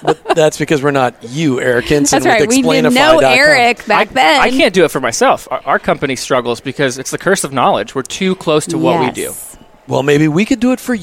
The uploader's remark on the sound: while at the Workmatters Conference in Rogers, Arkansas